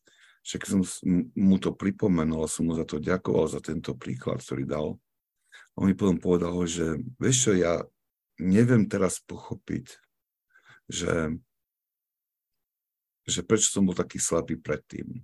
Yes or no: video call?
yes